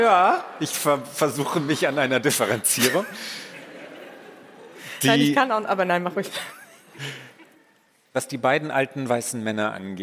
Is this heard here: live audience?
yes